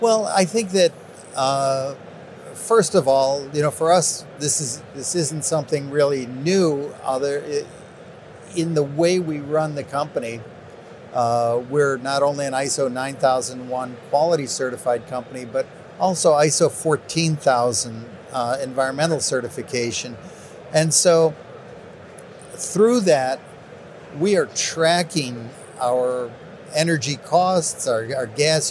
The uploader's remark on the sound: MJBizCon on-site interview